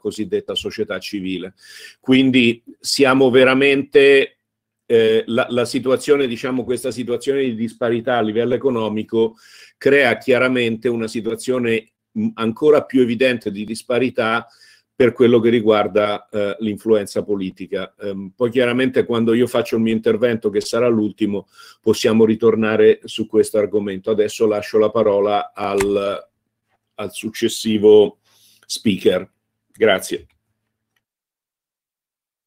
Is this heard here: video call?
yes